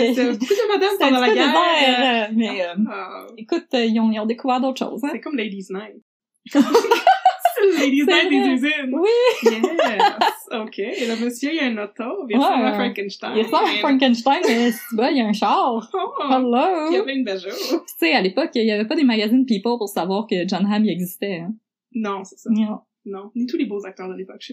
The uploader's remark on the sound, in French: La qualité audio de cet épisode n'était pas optimale